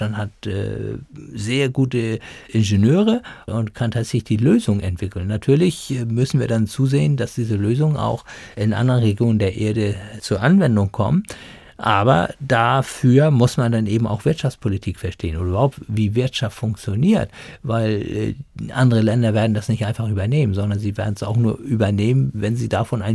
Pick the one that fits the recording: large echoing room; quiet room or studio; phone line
quiet room or studio